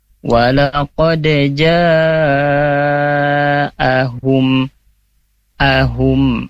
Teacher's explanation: Ja di sini hukumnya mad wajib muttasil, ya, bacanya 4-5 harokat, ya, tentunya lebih panjang dari mad tabi'i.